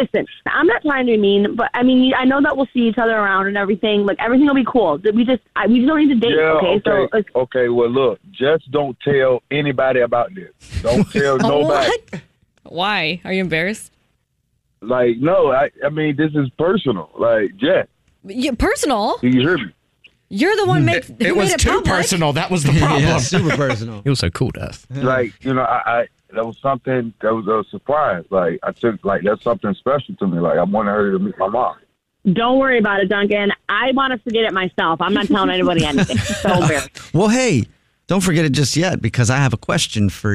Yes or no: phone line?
yes